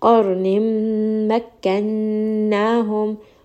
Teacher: noon here is going to have a shadda, meaning that it is also going to have ghunna. So allow this to go up into the nose and spend a little bit of time on this noon.